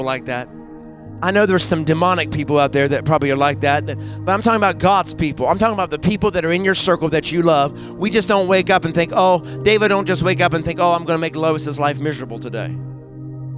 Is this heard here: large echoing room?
yes